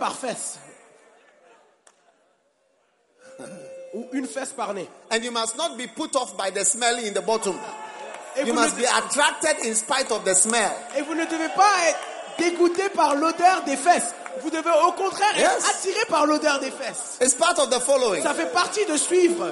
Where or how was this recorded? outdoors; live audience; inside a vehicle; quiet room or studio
live audience